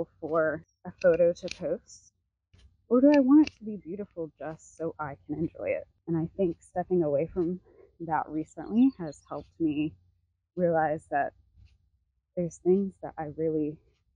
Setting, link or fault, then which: setting, outdoors